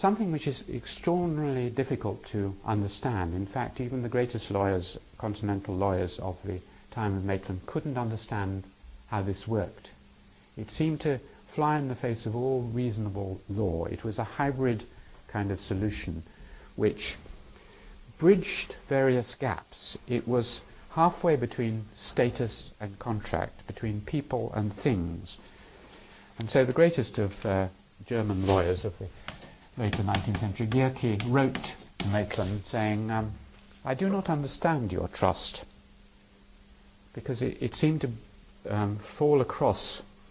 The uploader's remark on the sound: These lectures were given in November 2001 in the Department of Social Anthropology, University of Cambridge. They were part of a course on theory and methods in anthropology designed for second year social anthropology undergraduates.